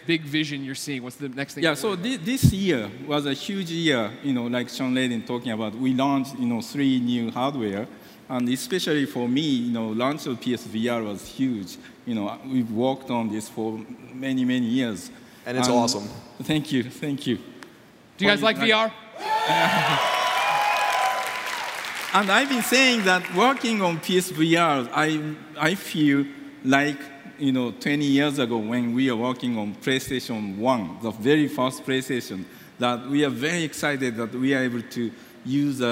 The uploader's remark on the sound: recorded in front of thousands at PSX 2016